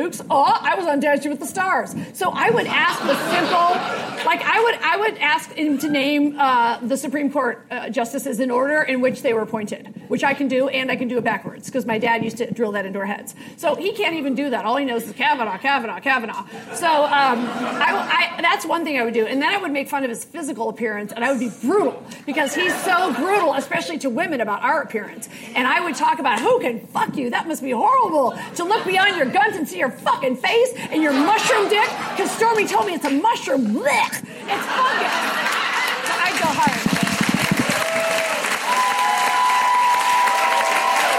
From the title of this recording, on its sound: Live at SXSW, Austin Texas